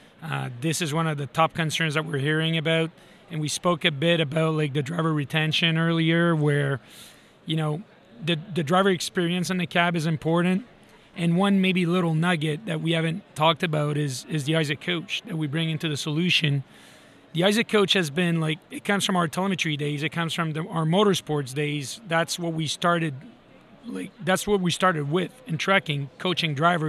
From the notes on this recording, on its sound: live from ATA's MCE 2021 show floor